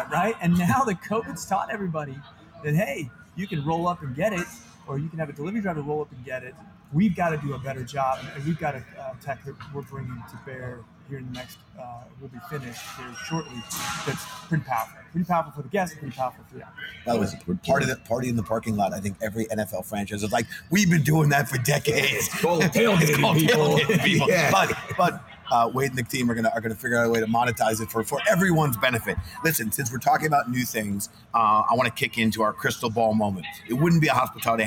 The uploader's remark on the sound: LIVE FROM FSTEC. Take the show to the first in-person trade show, FSTEC 2021 where restaurants and technology connect.